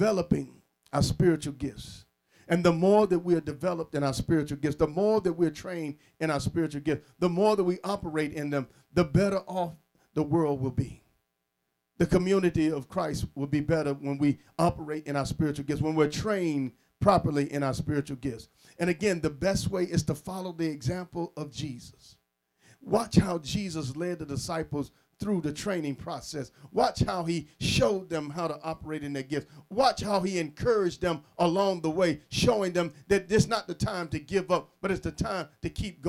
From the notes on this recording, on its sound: Sermon preached from Wesley AME Zion Church